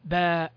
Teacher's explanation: صوت المد ما بين نطقنا للباء والهمزة التي في نهاية الحرف، هذا هو صوت الألف، أي أنه لا يظهر إلا من خلال وجوده بعد حرف مفتوح.